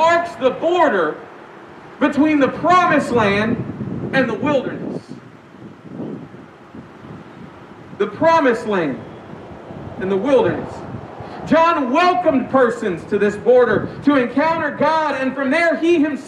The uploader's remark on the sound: We apologize for the shaky audio the sermon this week was recorded during our outdoor worship service.